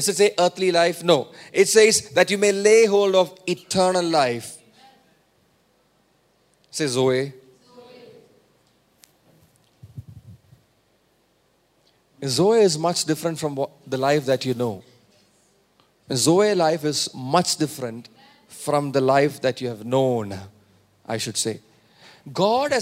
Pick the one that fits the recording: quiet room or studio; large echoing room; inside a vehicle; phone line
large echoing room